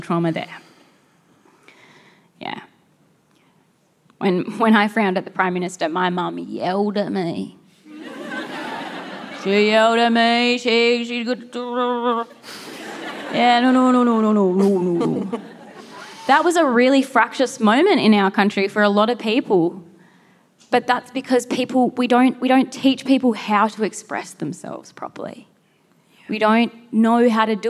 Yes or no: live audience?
yes